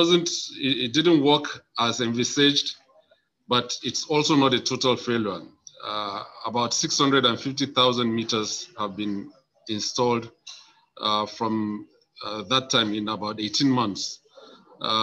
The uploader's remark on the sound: Presentation at the Mass Metering Webinar + Q&A.